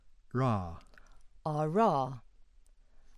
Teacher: Ava. Next, an alveolar or postalveolar approximant